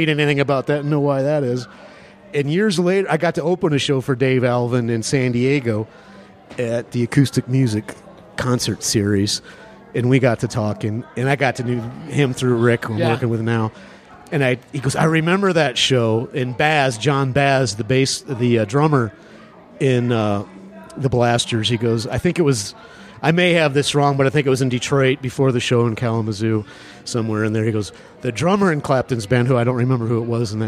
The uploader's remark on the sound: This episode was recorded at The Raven Café in Prescott, AZ. This episode was recorded at The Raven Café in Prescott, AZ.